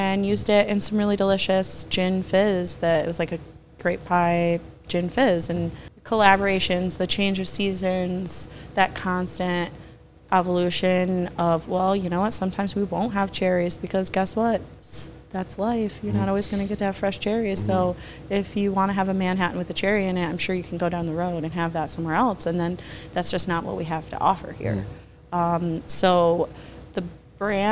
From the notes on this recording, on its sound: we're on location at Black Iron Bystro